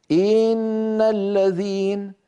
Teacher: قوله تعالى إن الذين، فإذا بالغ القارئ في الضغط على همزة إن تنطق خطأ إن الذين، فإذا فعل ذلك تولد من كسرة الهمزة ياء، وهذا لا يصح بحال من الأحوال.